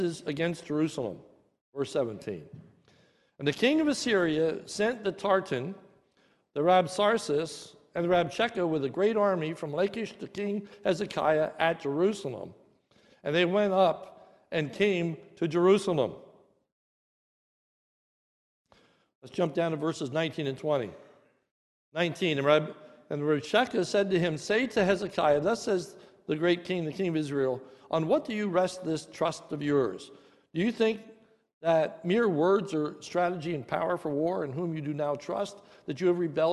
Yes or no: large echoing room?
yes